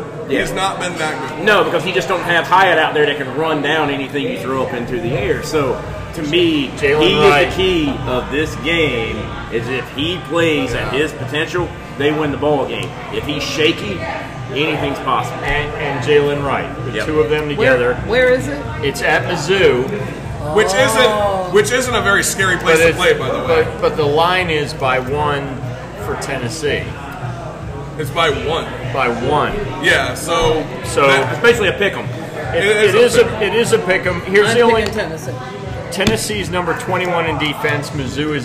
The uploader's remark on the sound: Guys at the bar talking sports. Neighborhood friends who get together weekly at the Neighborhood Watering hole MJ’s Grill in Columbia SC with some brews and a microphone.